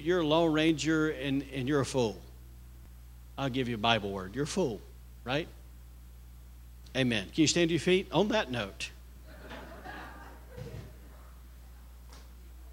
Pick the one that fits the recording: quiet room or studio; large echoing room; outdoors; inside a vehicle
large echoing room